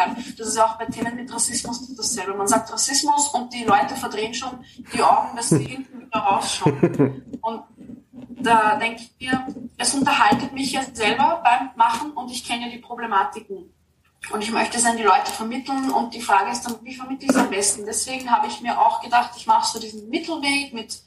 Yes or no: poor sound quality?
yes